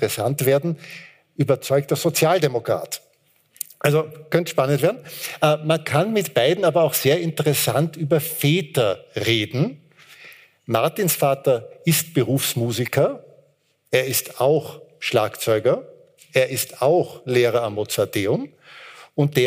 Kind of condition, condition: setting, live audience